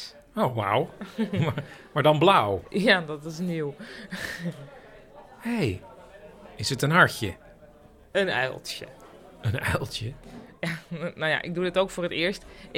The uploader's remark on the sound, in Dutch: Op het festival speelden we het live voor een publiek waarbij we rode en blauwe koptelefoons uitdeelden. Hierop waren extra geluiden en gedachten te horen. Voor deze aflevering hoor je als luisteraar het theaterstuk zoals dat via een blauwe koptelefoon te horen was.